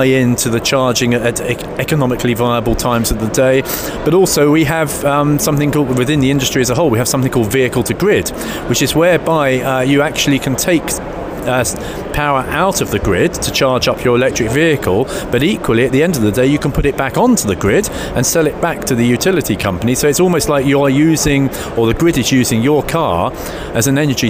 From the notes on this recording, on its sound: on the road at the World Nuclear Exhibition